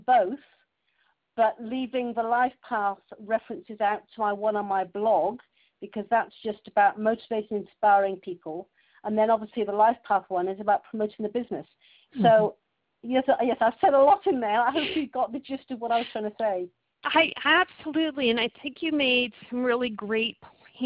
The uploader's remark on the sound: Since the video recording system was having so many problems, we switched to telephone conferencing for the last two webinar sessions.